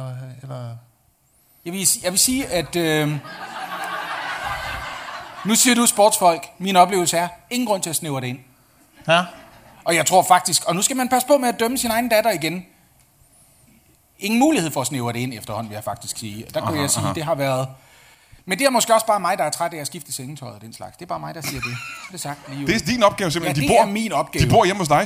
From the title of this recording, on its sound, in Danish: LIVE fra Greve